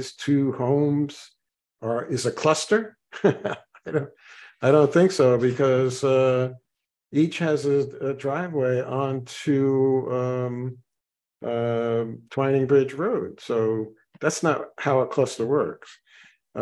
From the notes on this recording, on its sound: Participants at the 22 May 2023 Meet Mack Monday Zoom meeting